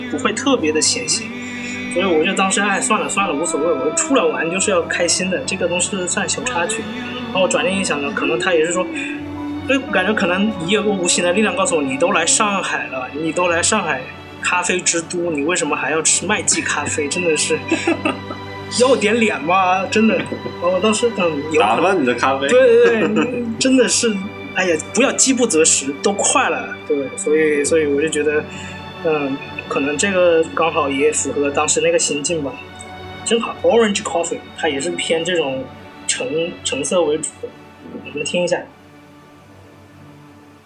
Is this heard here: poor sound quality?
yes